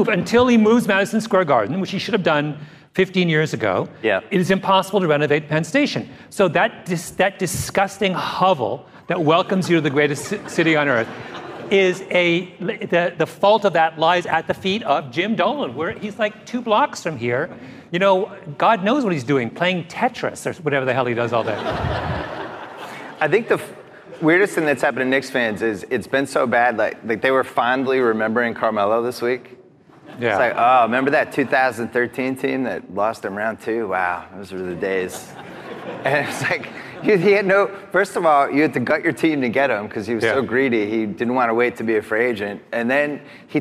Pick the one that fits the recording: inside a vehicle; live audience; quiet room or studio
live audience